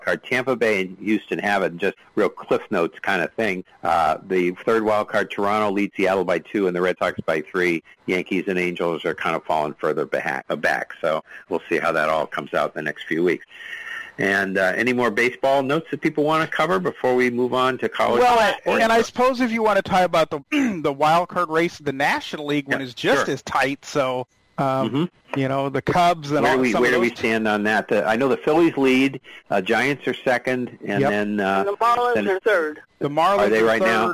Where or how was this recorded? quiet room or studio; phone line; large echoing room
phone line